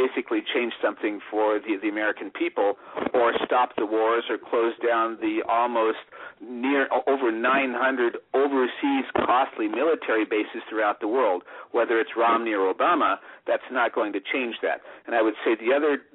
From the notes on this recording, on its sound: Today is a chance for listeners to call